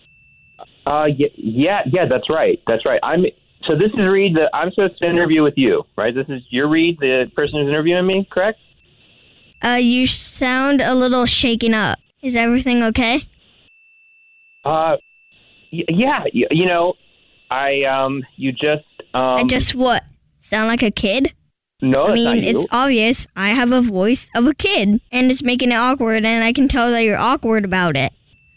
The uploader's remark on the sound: phone prank style